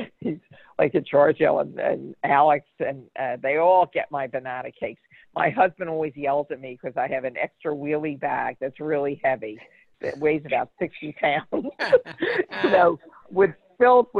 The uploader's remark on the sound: Live from the Bagel Room. Called into the show.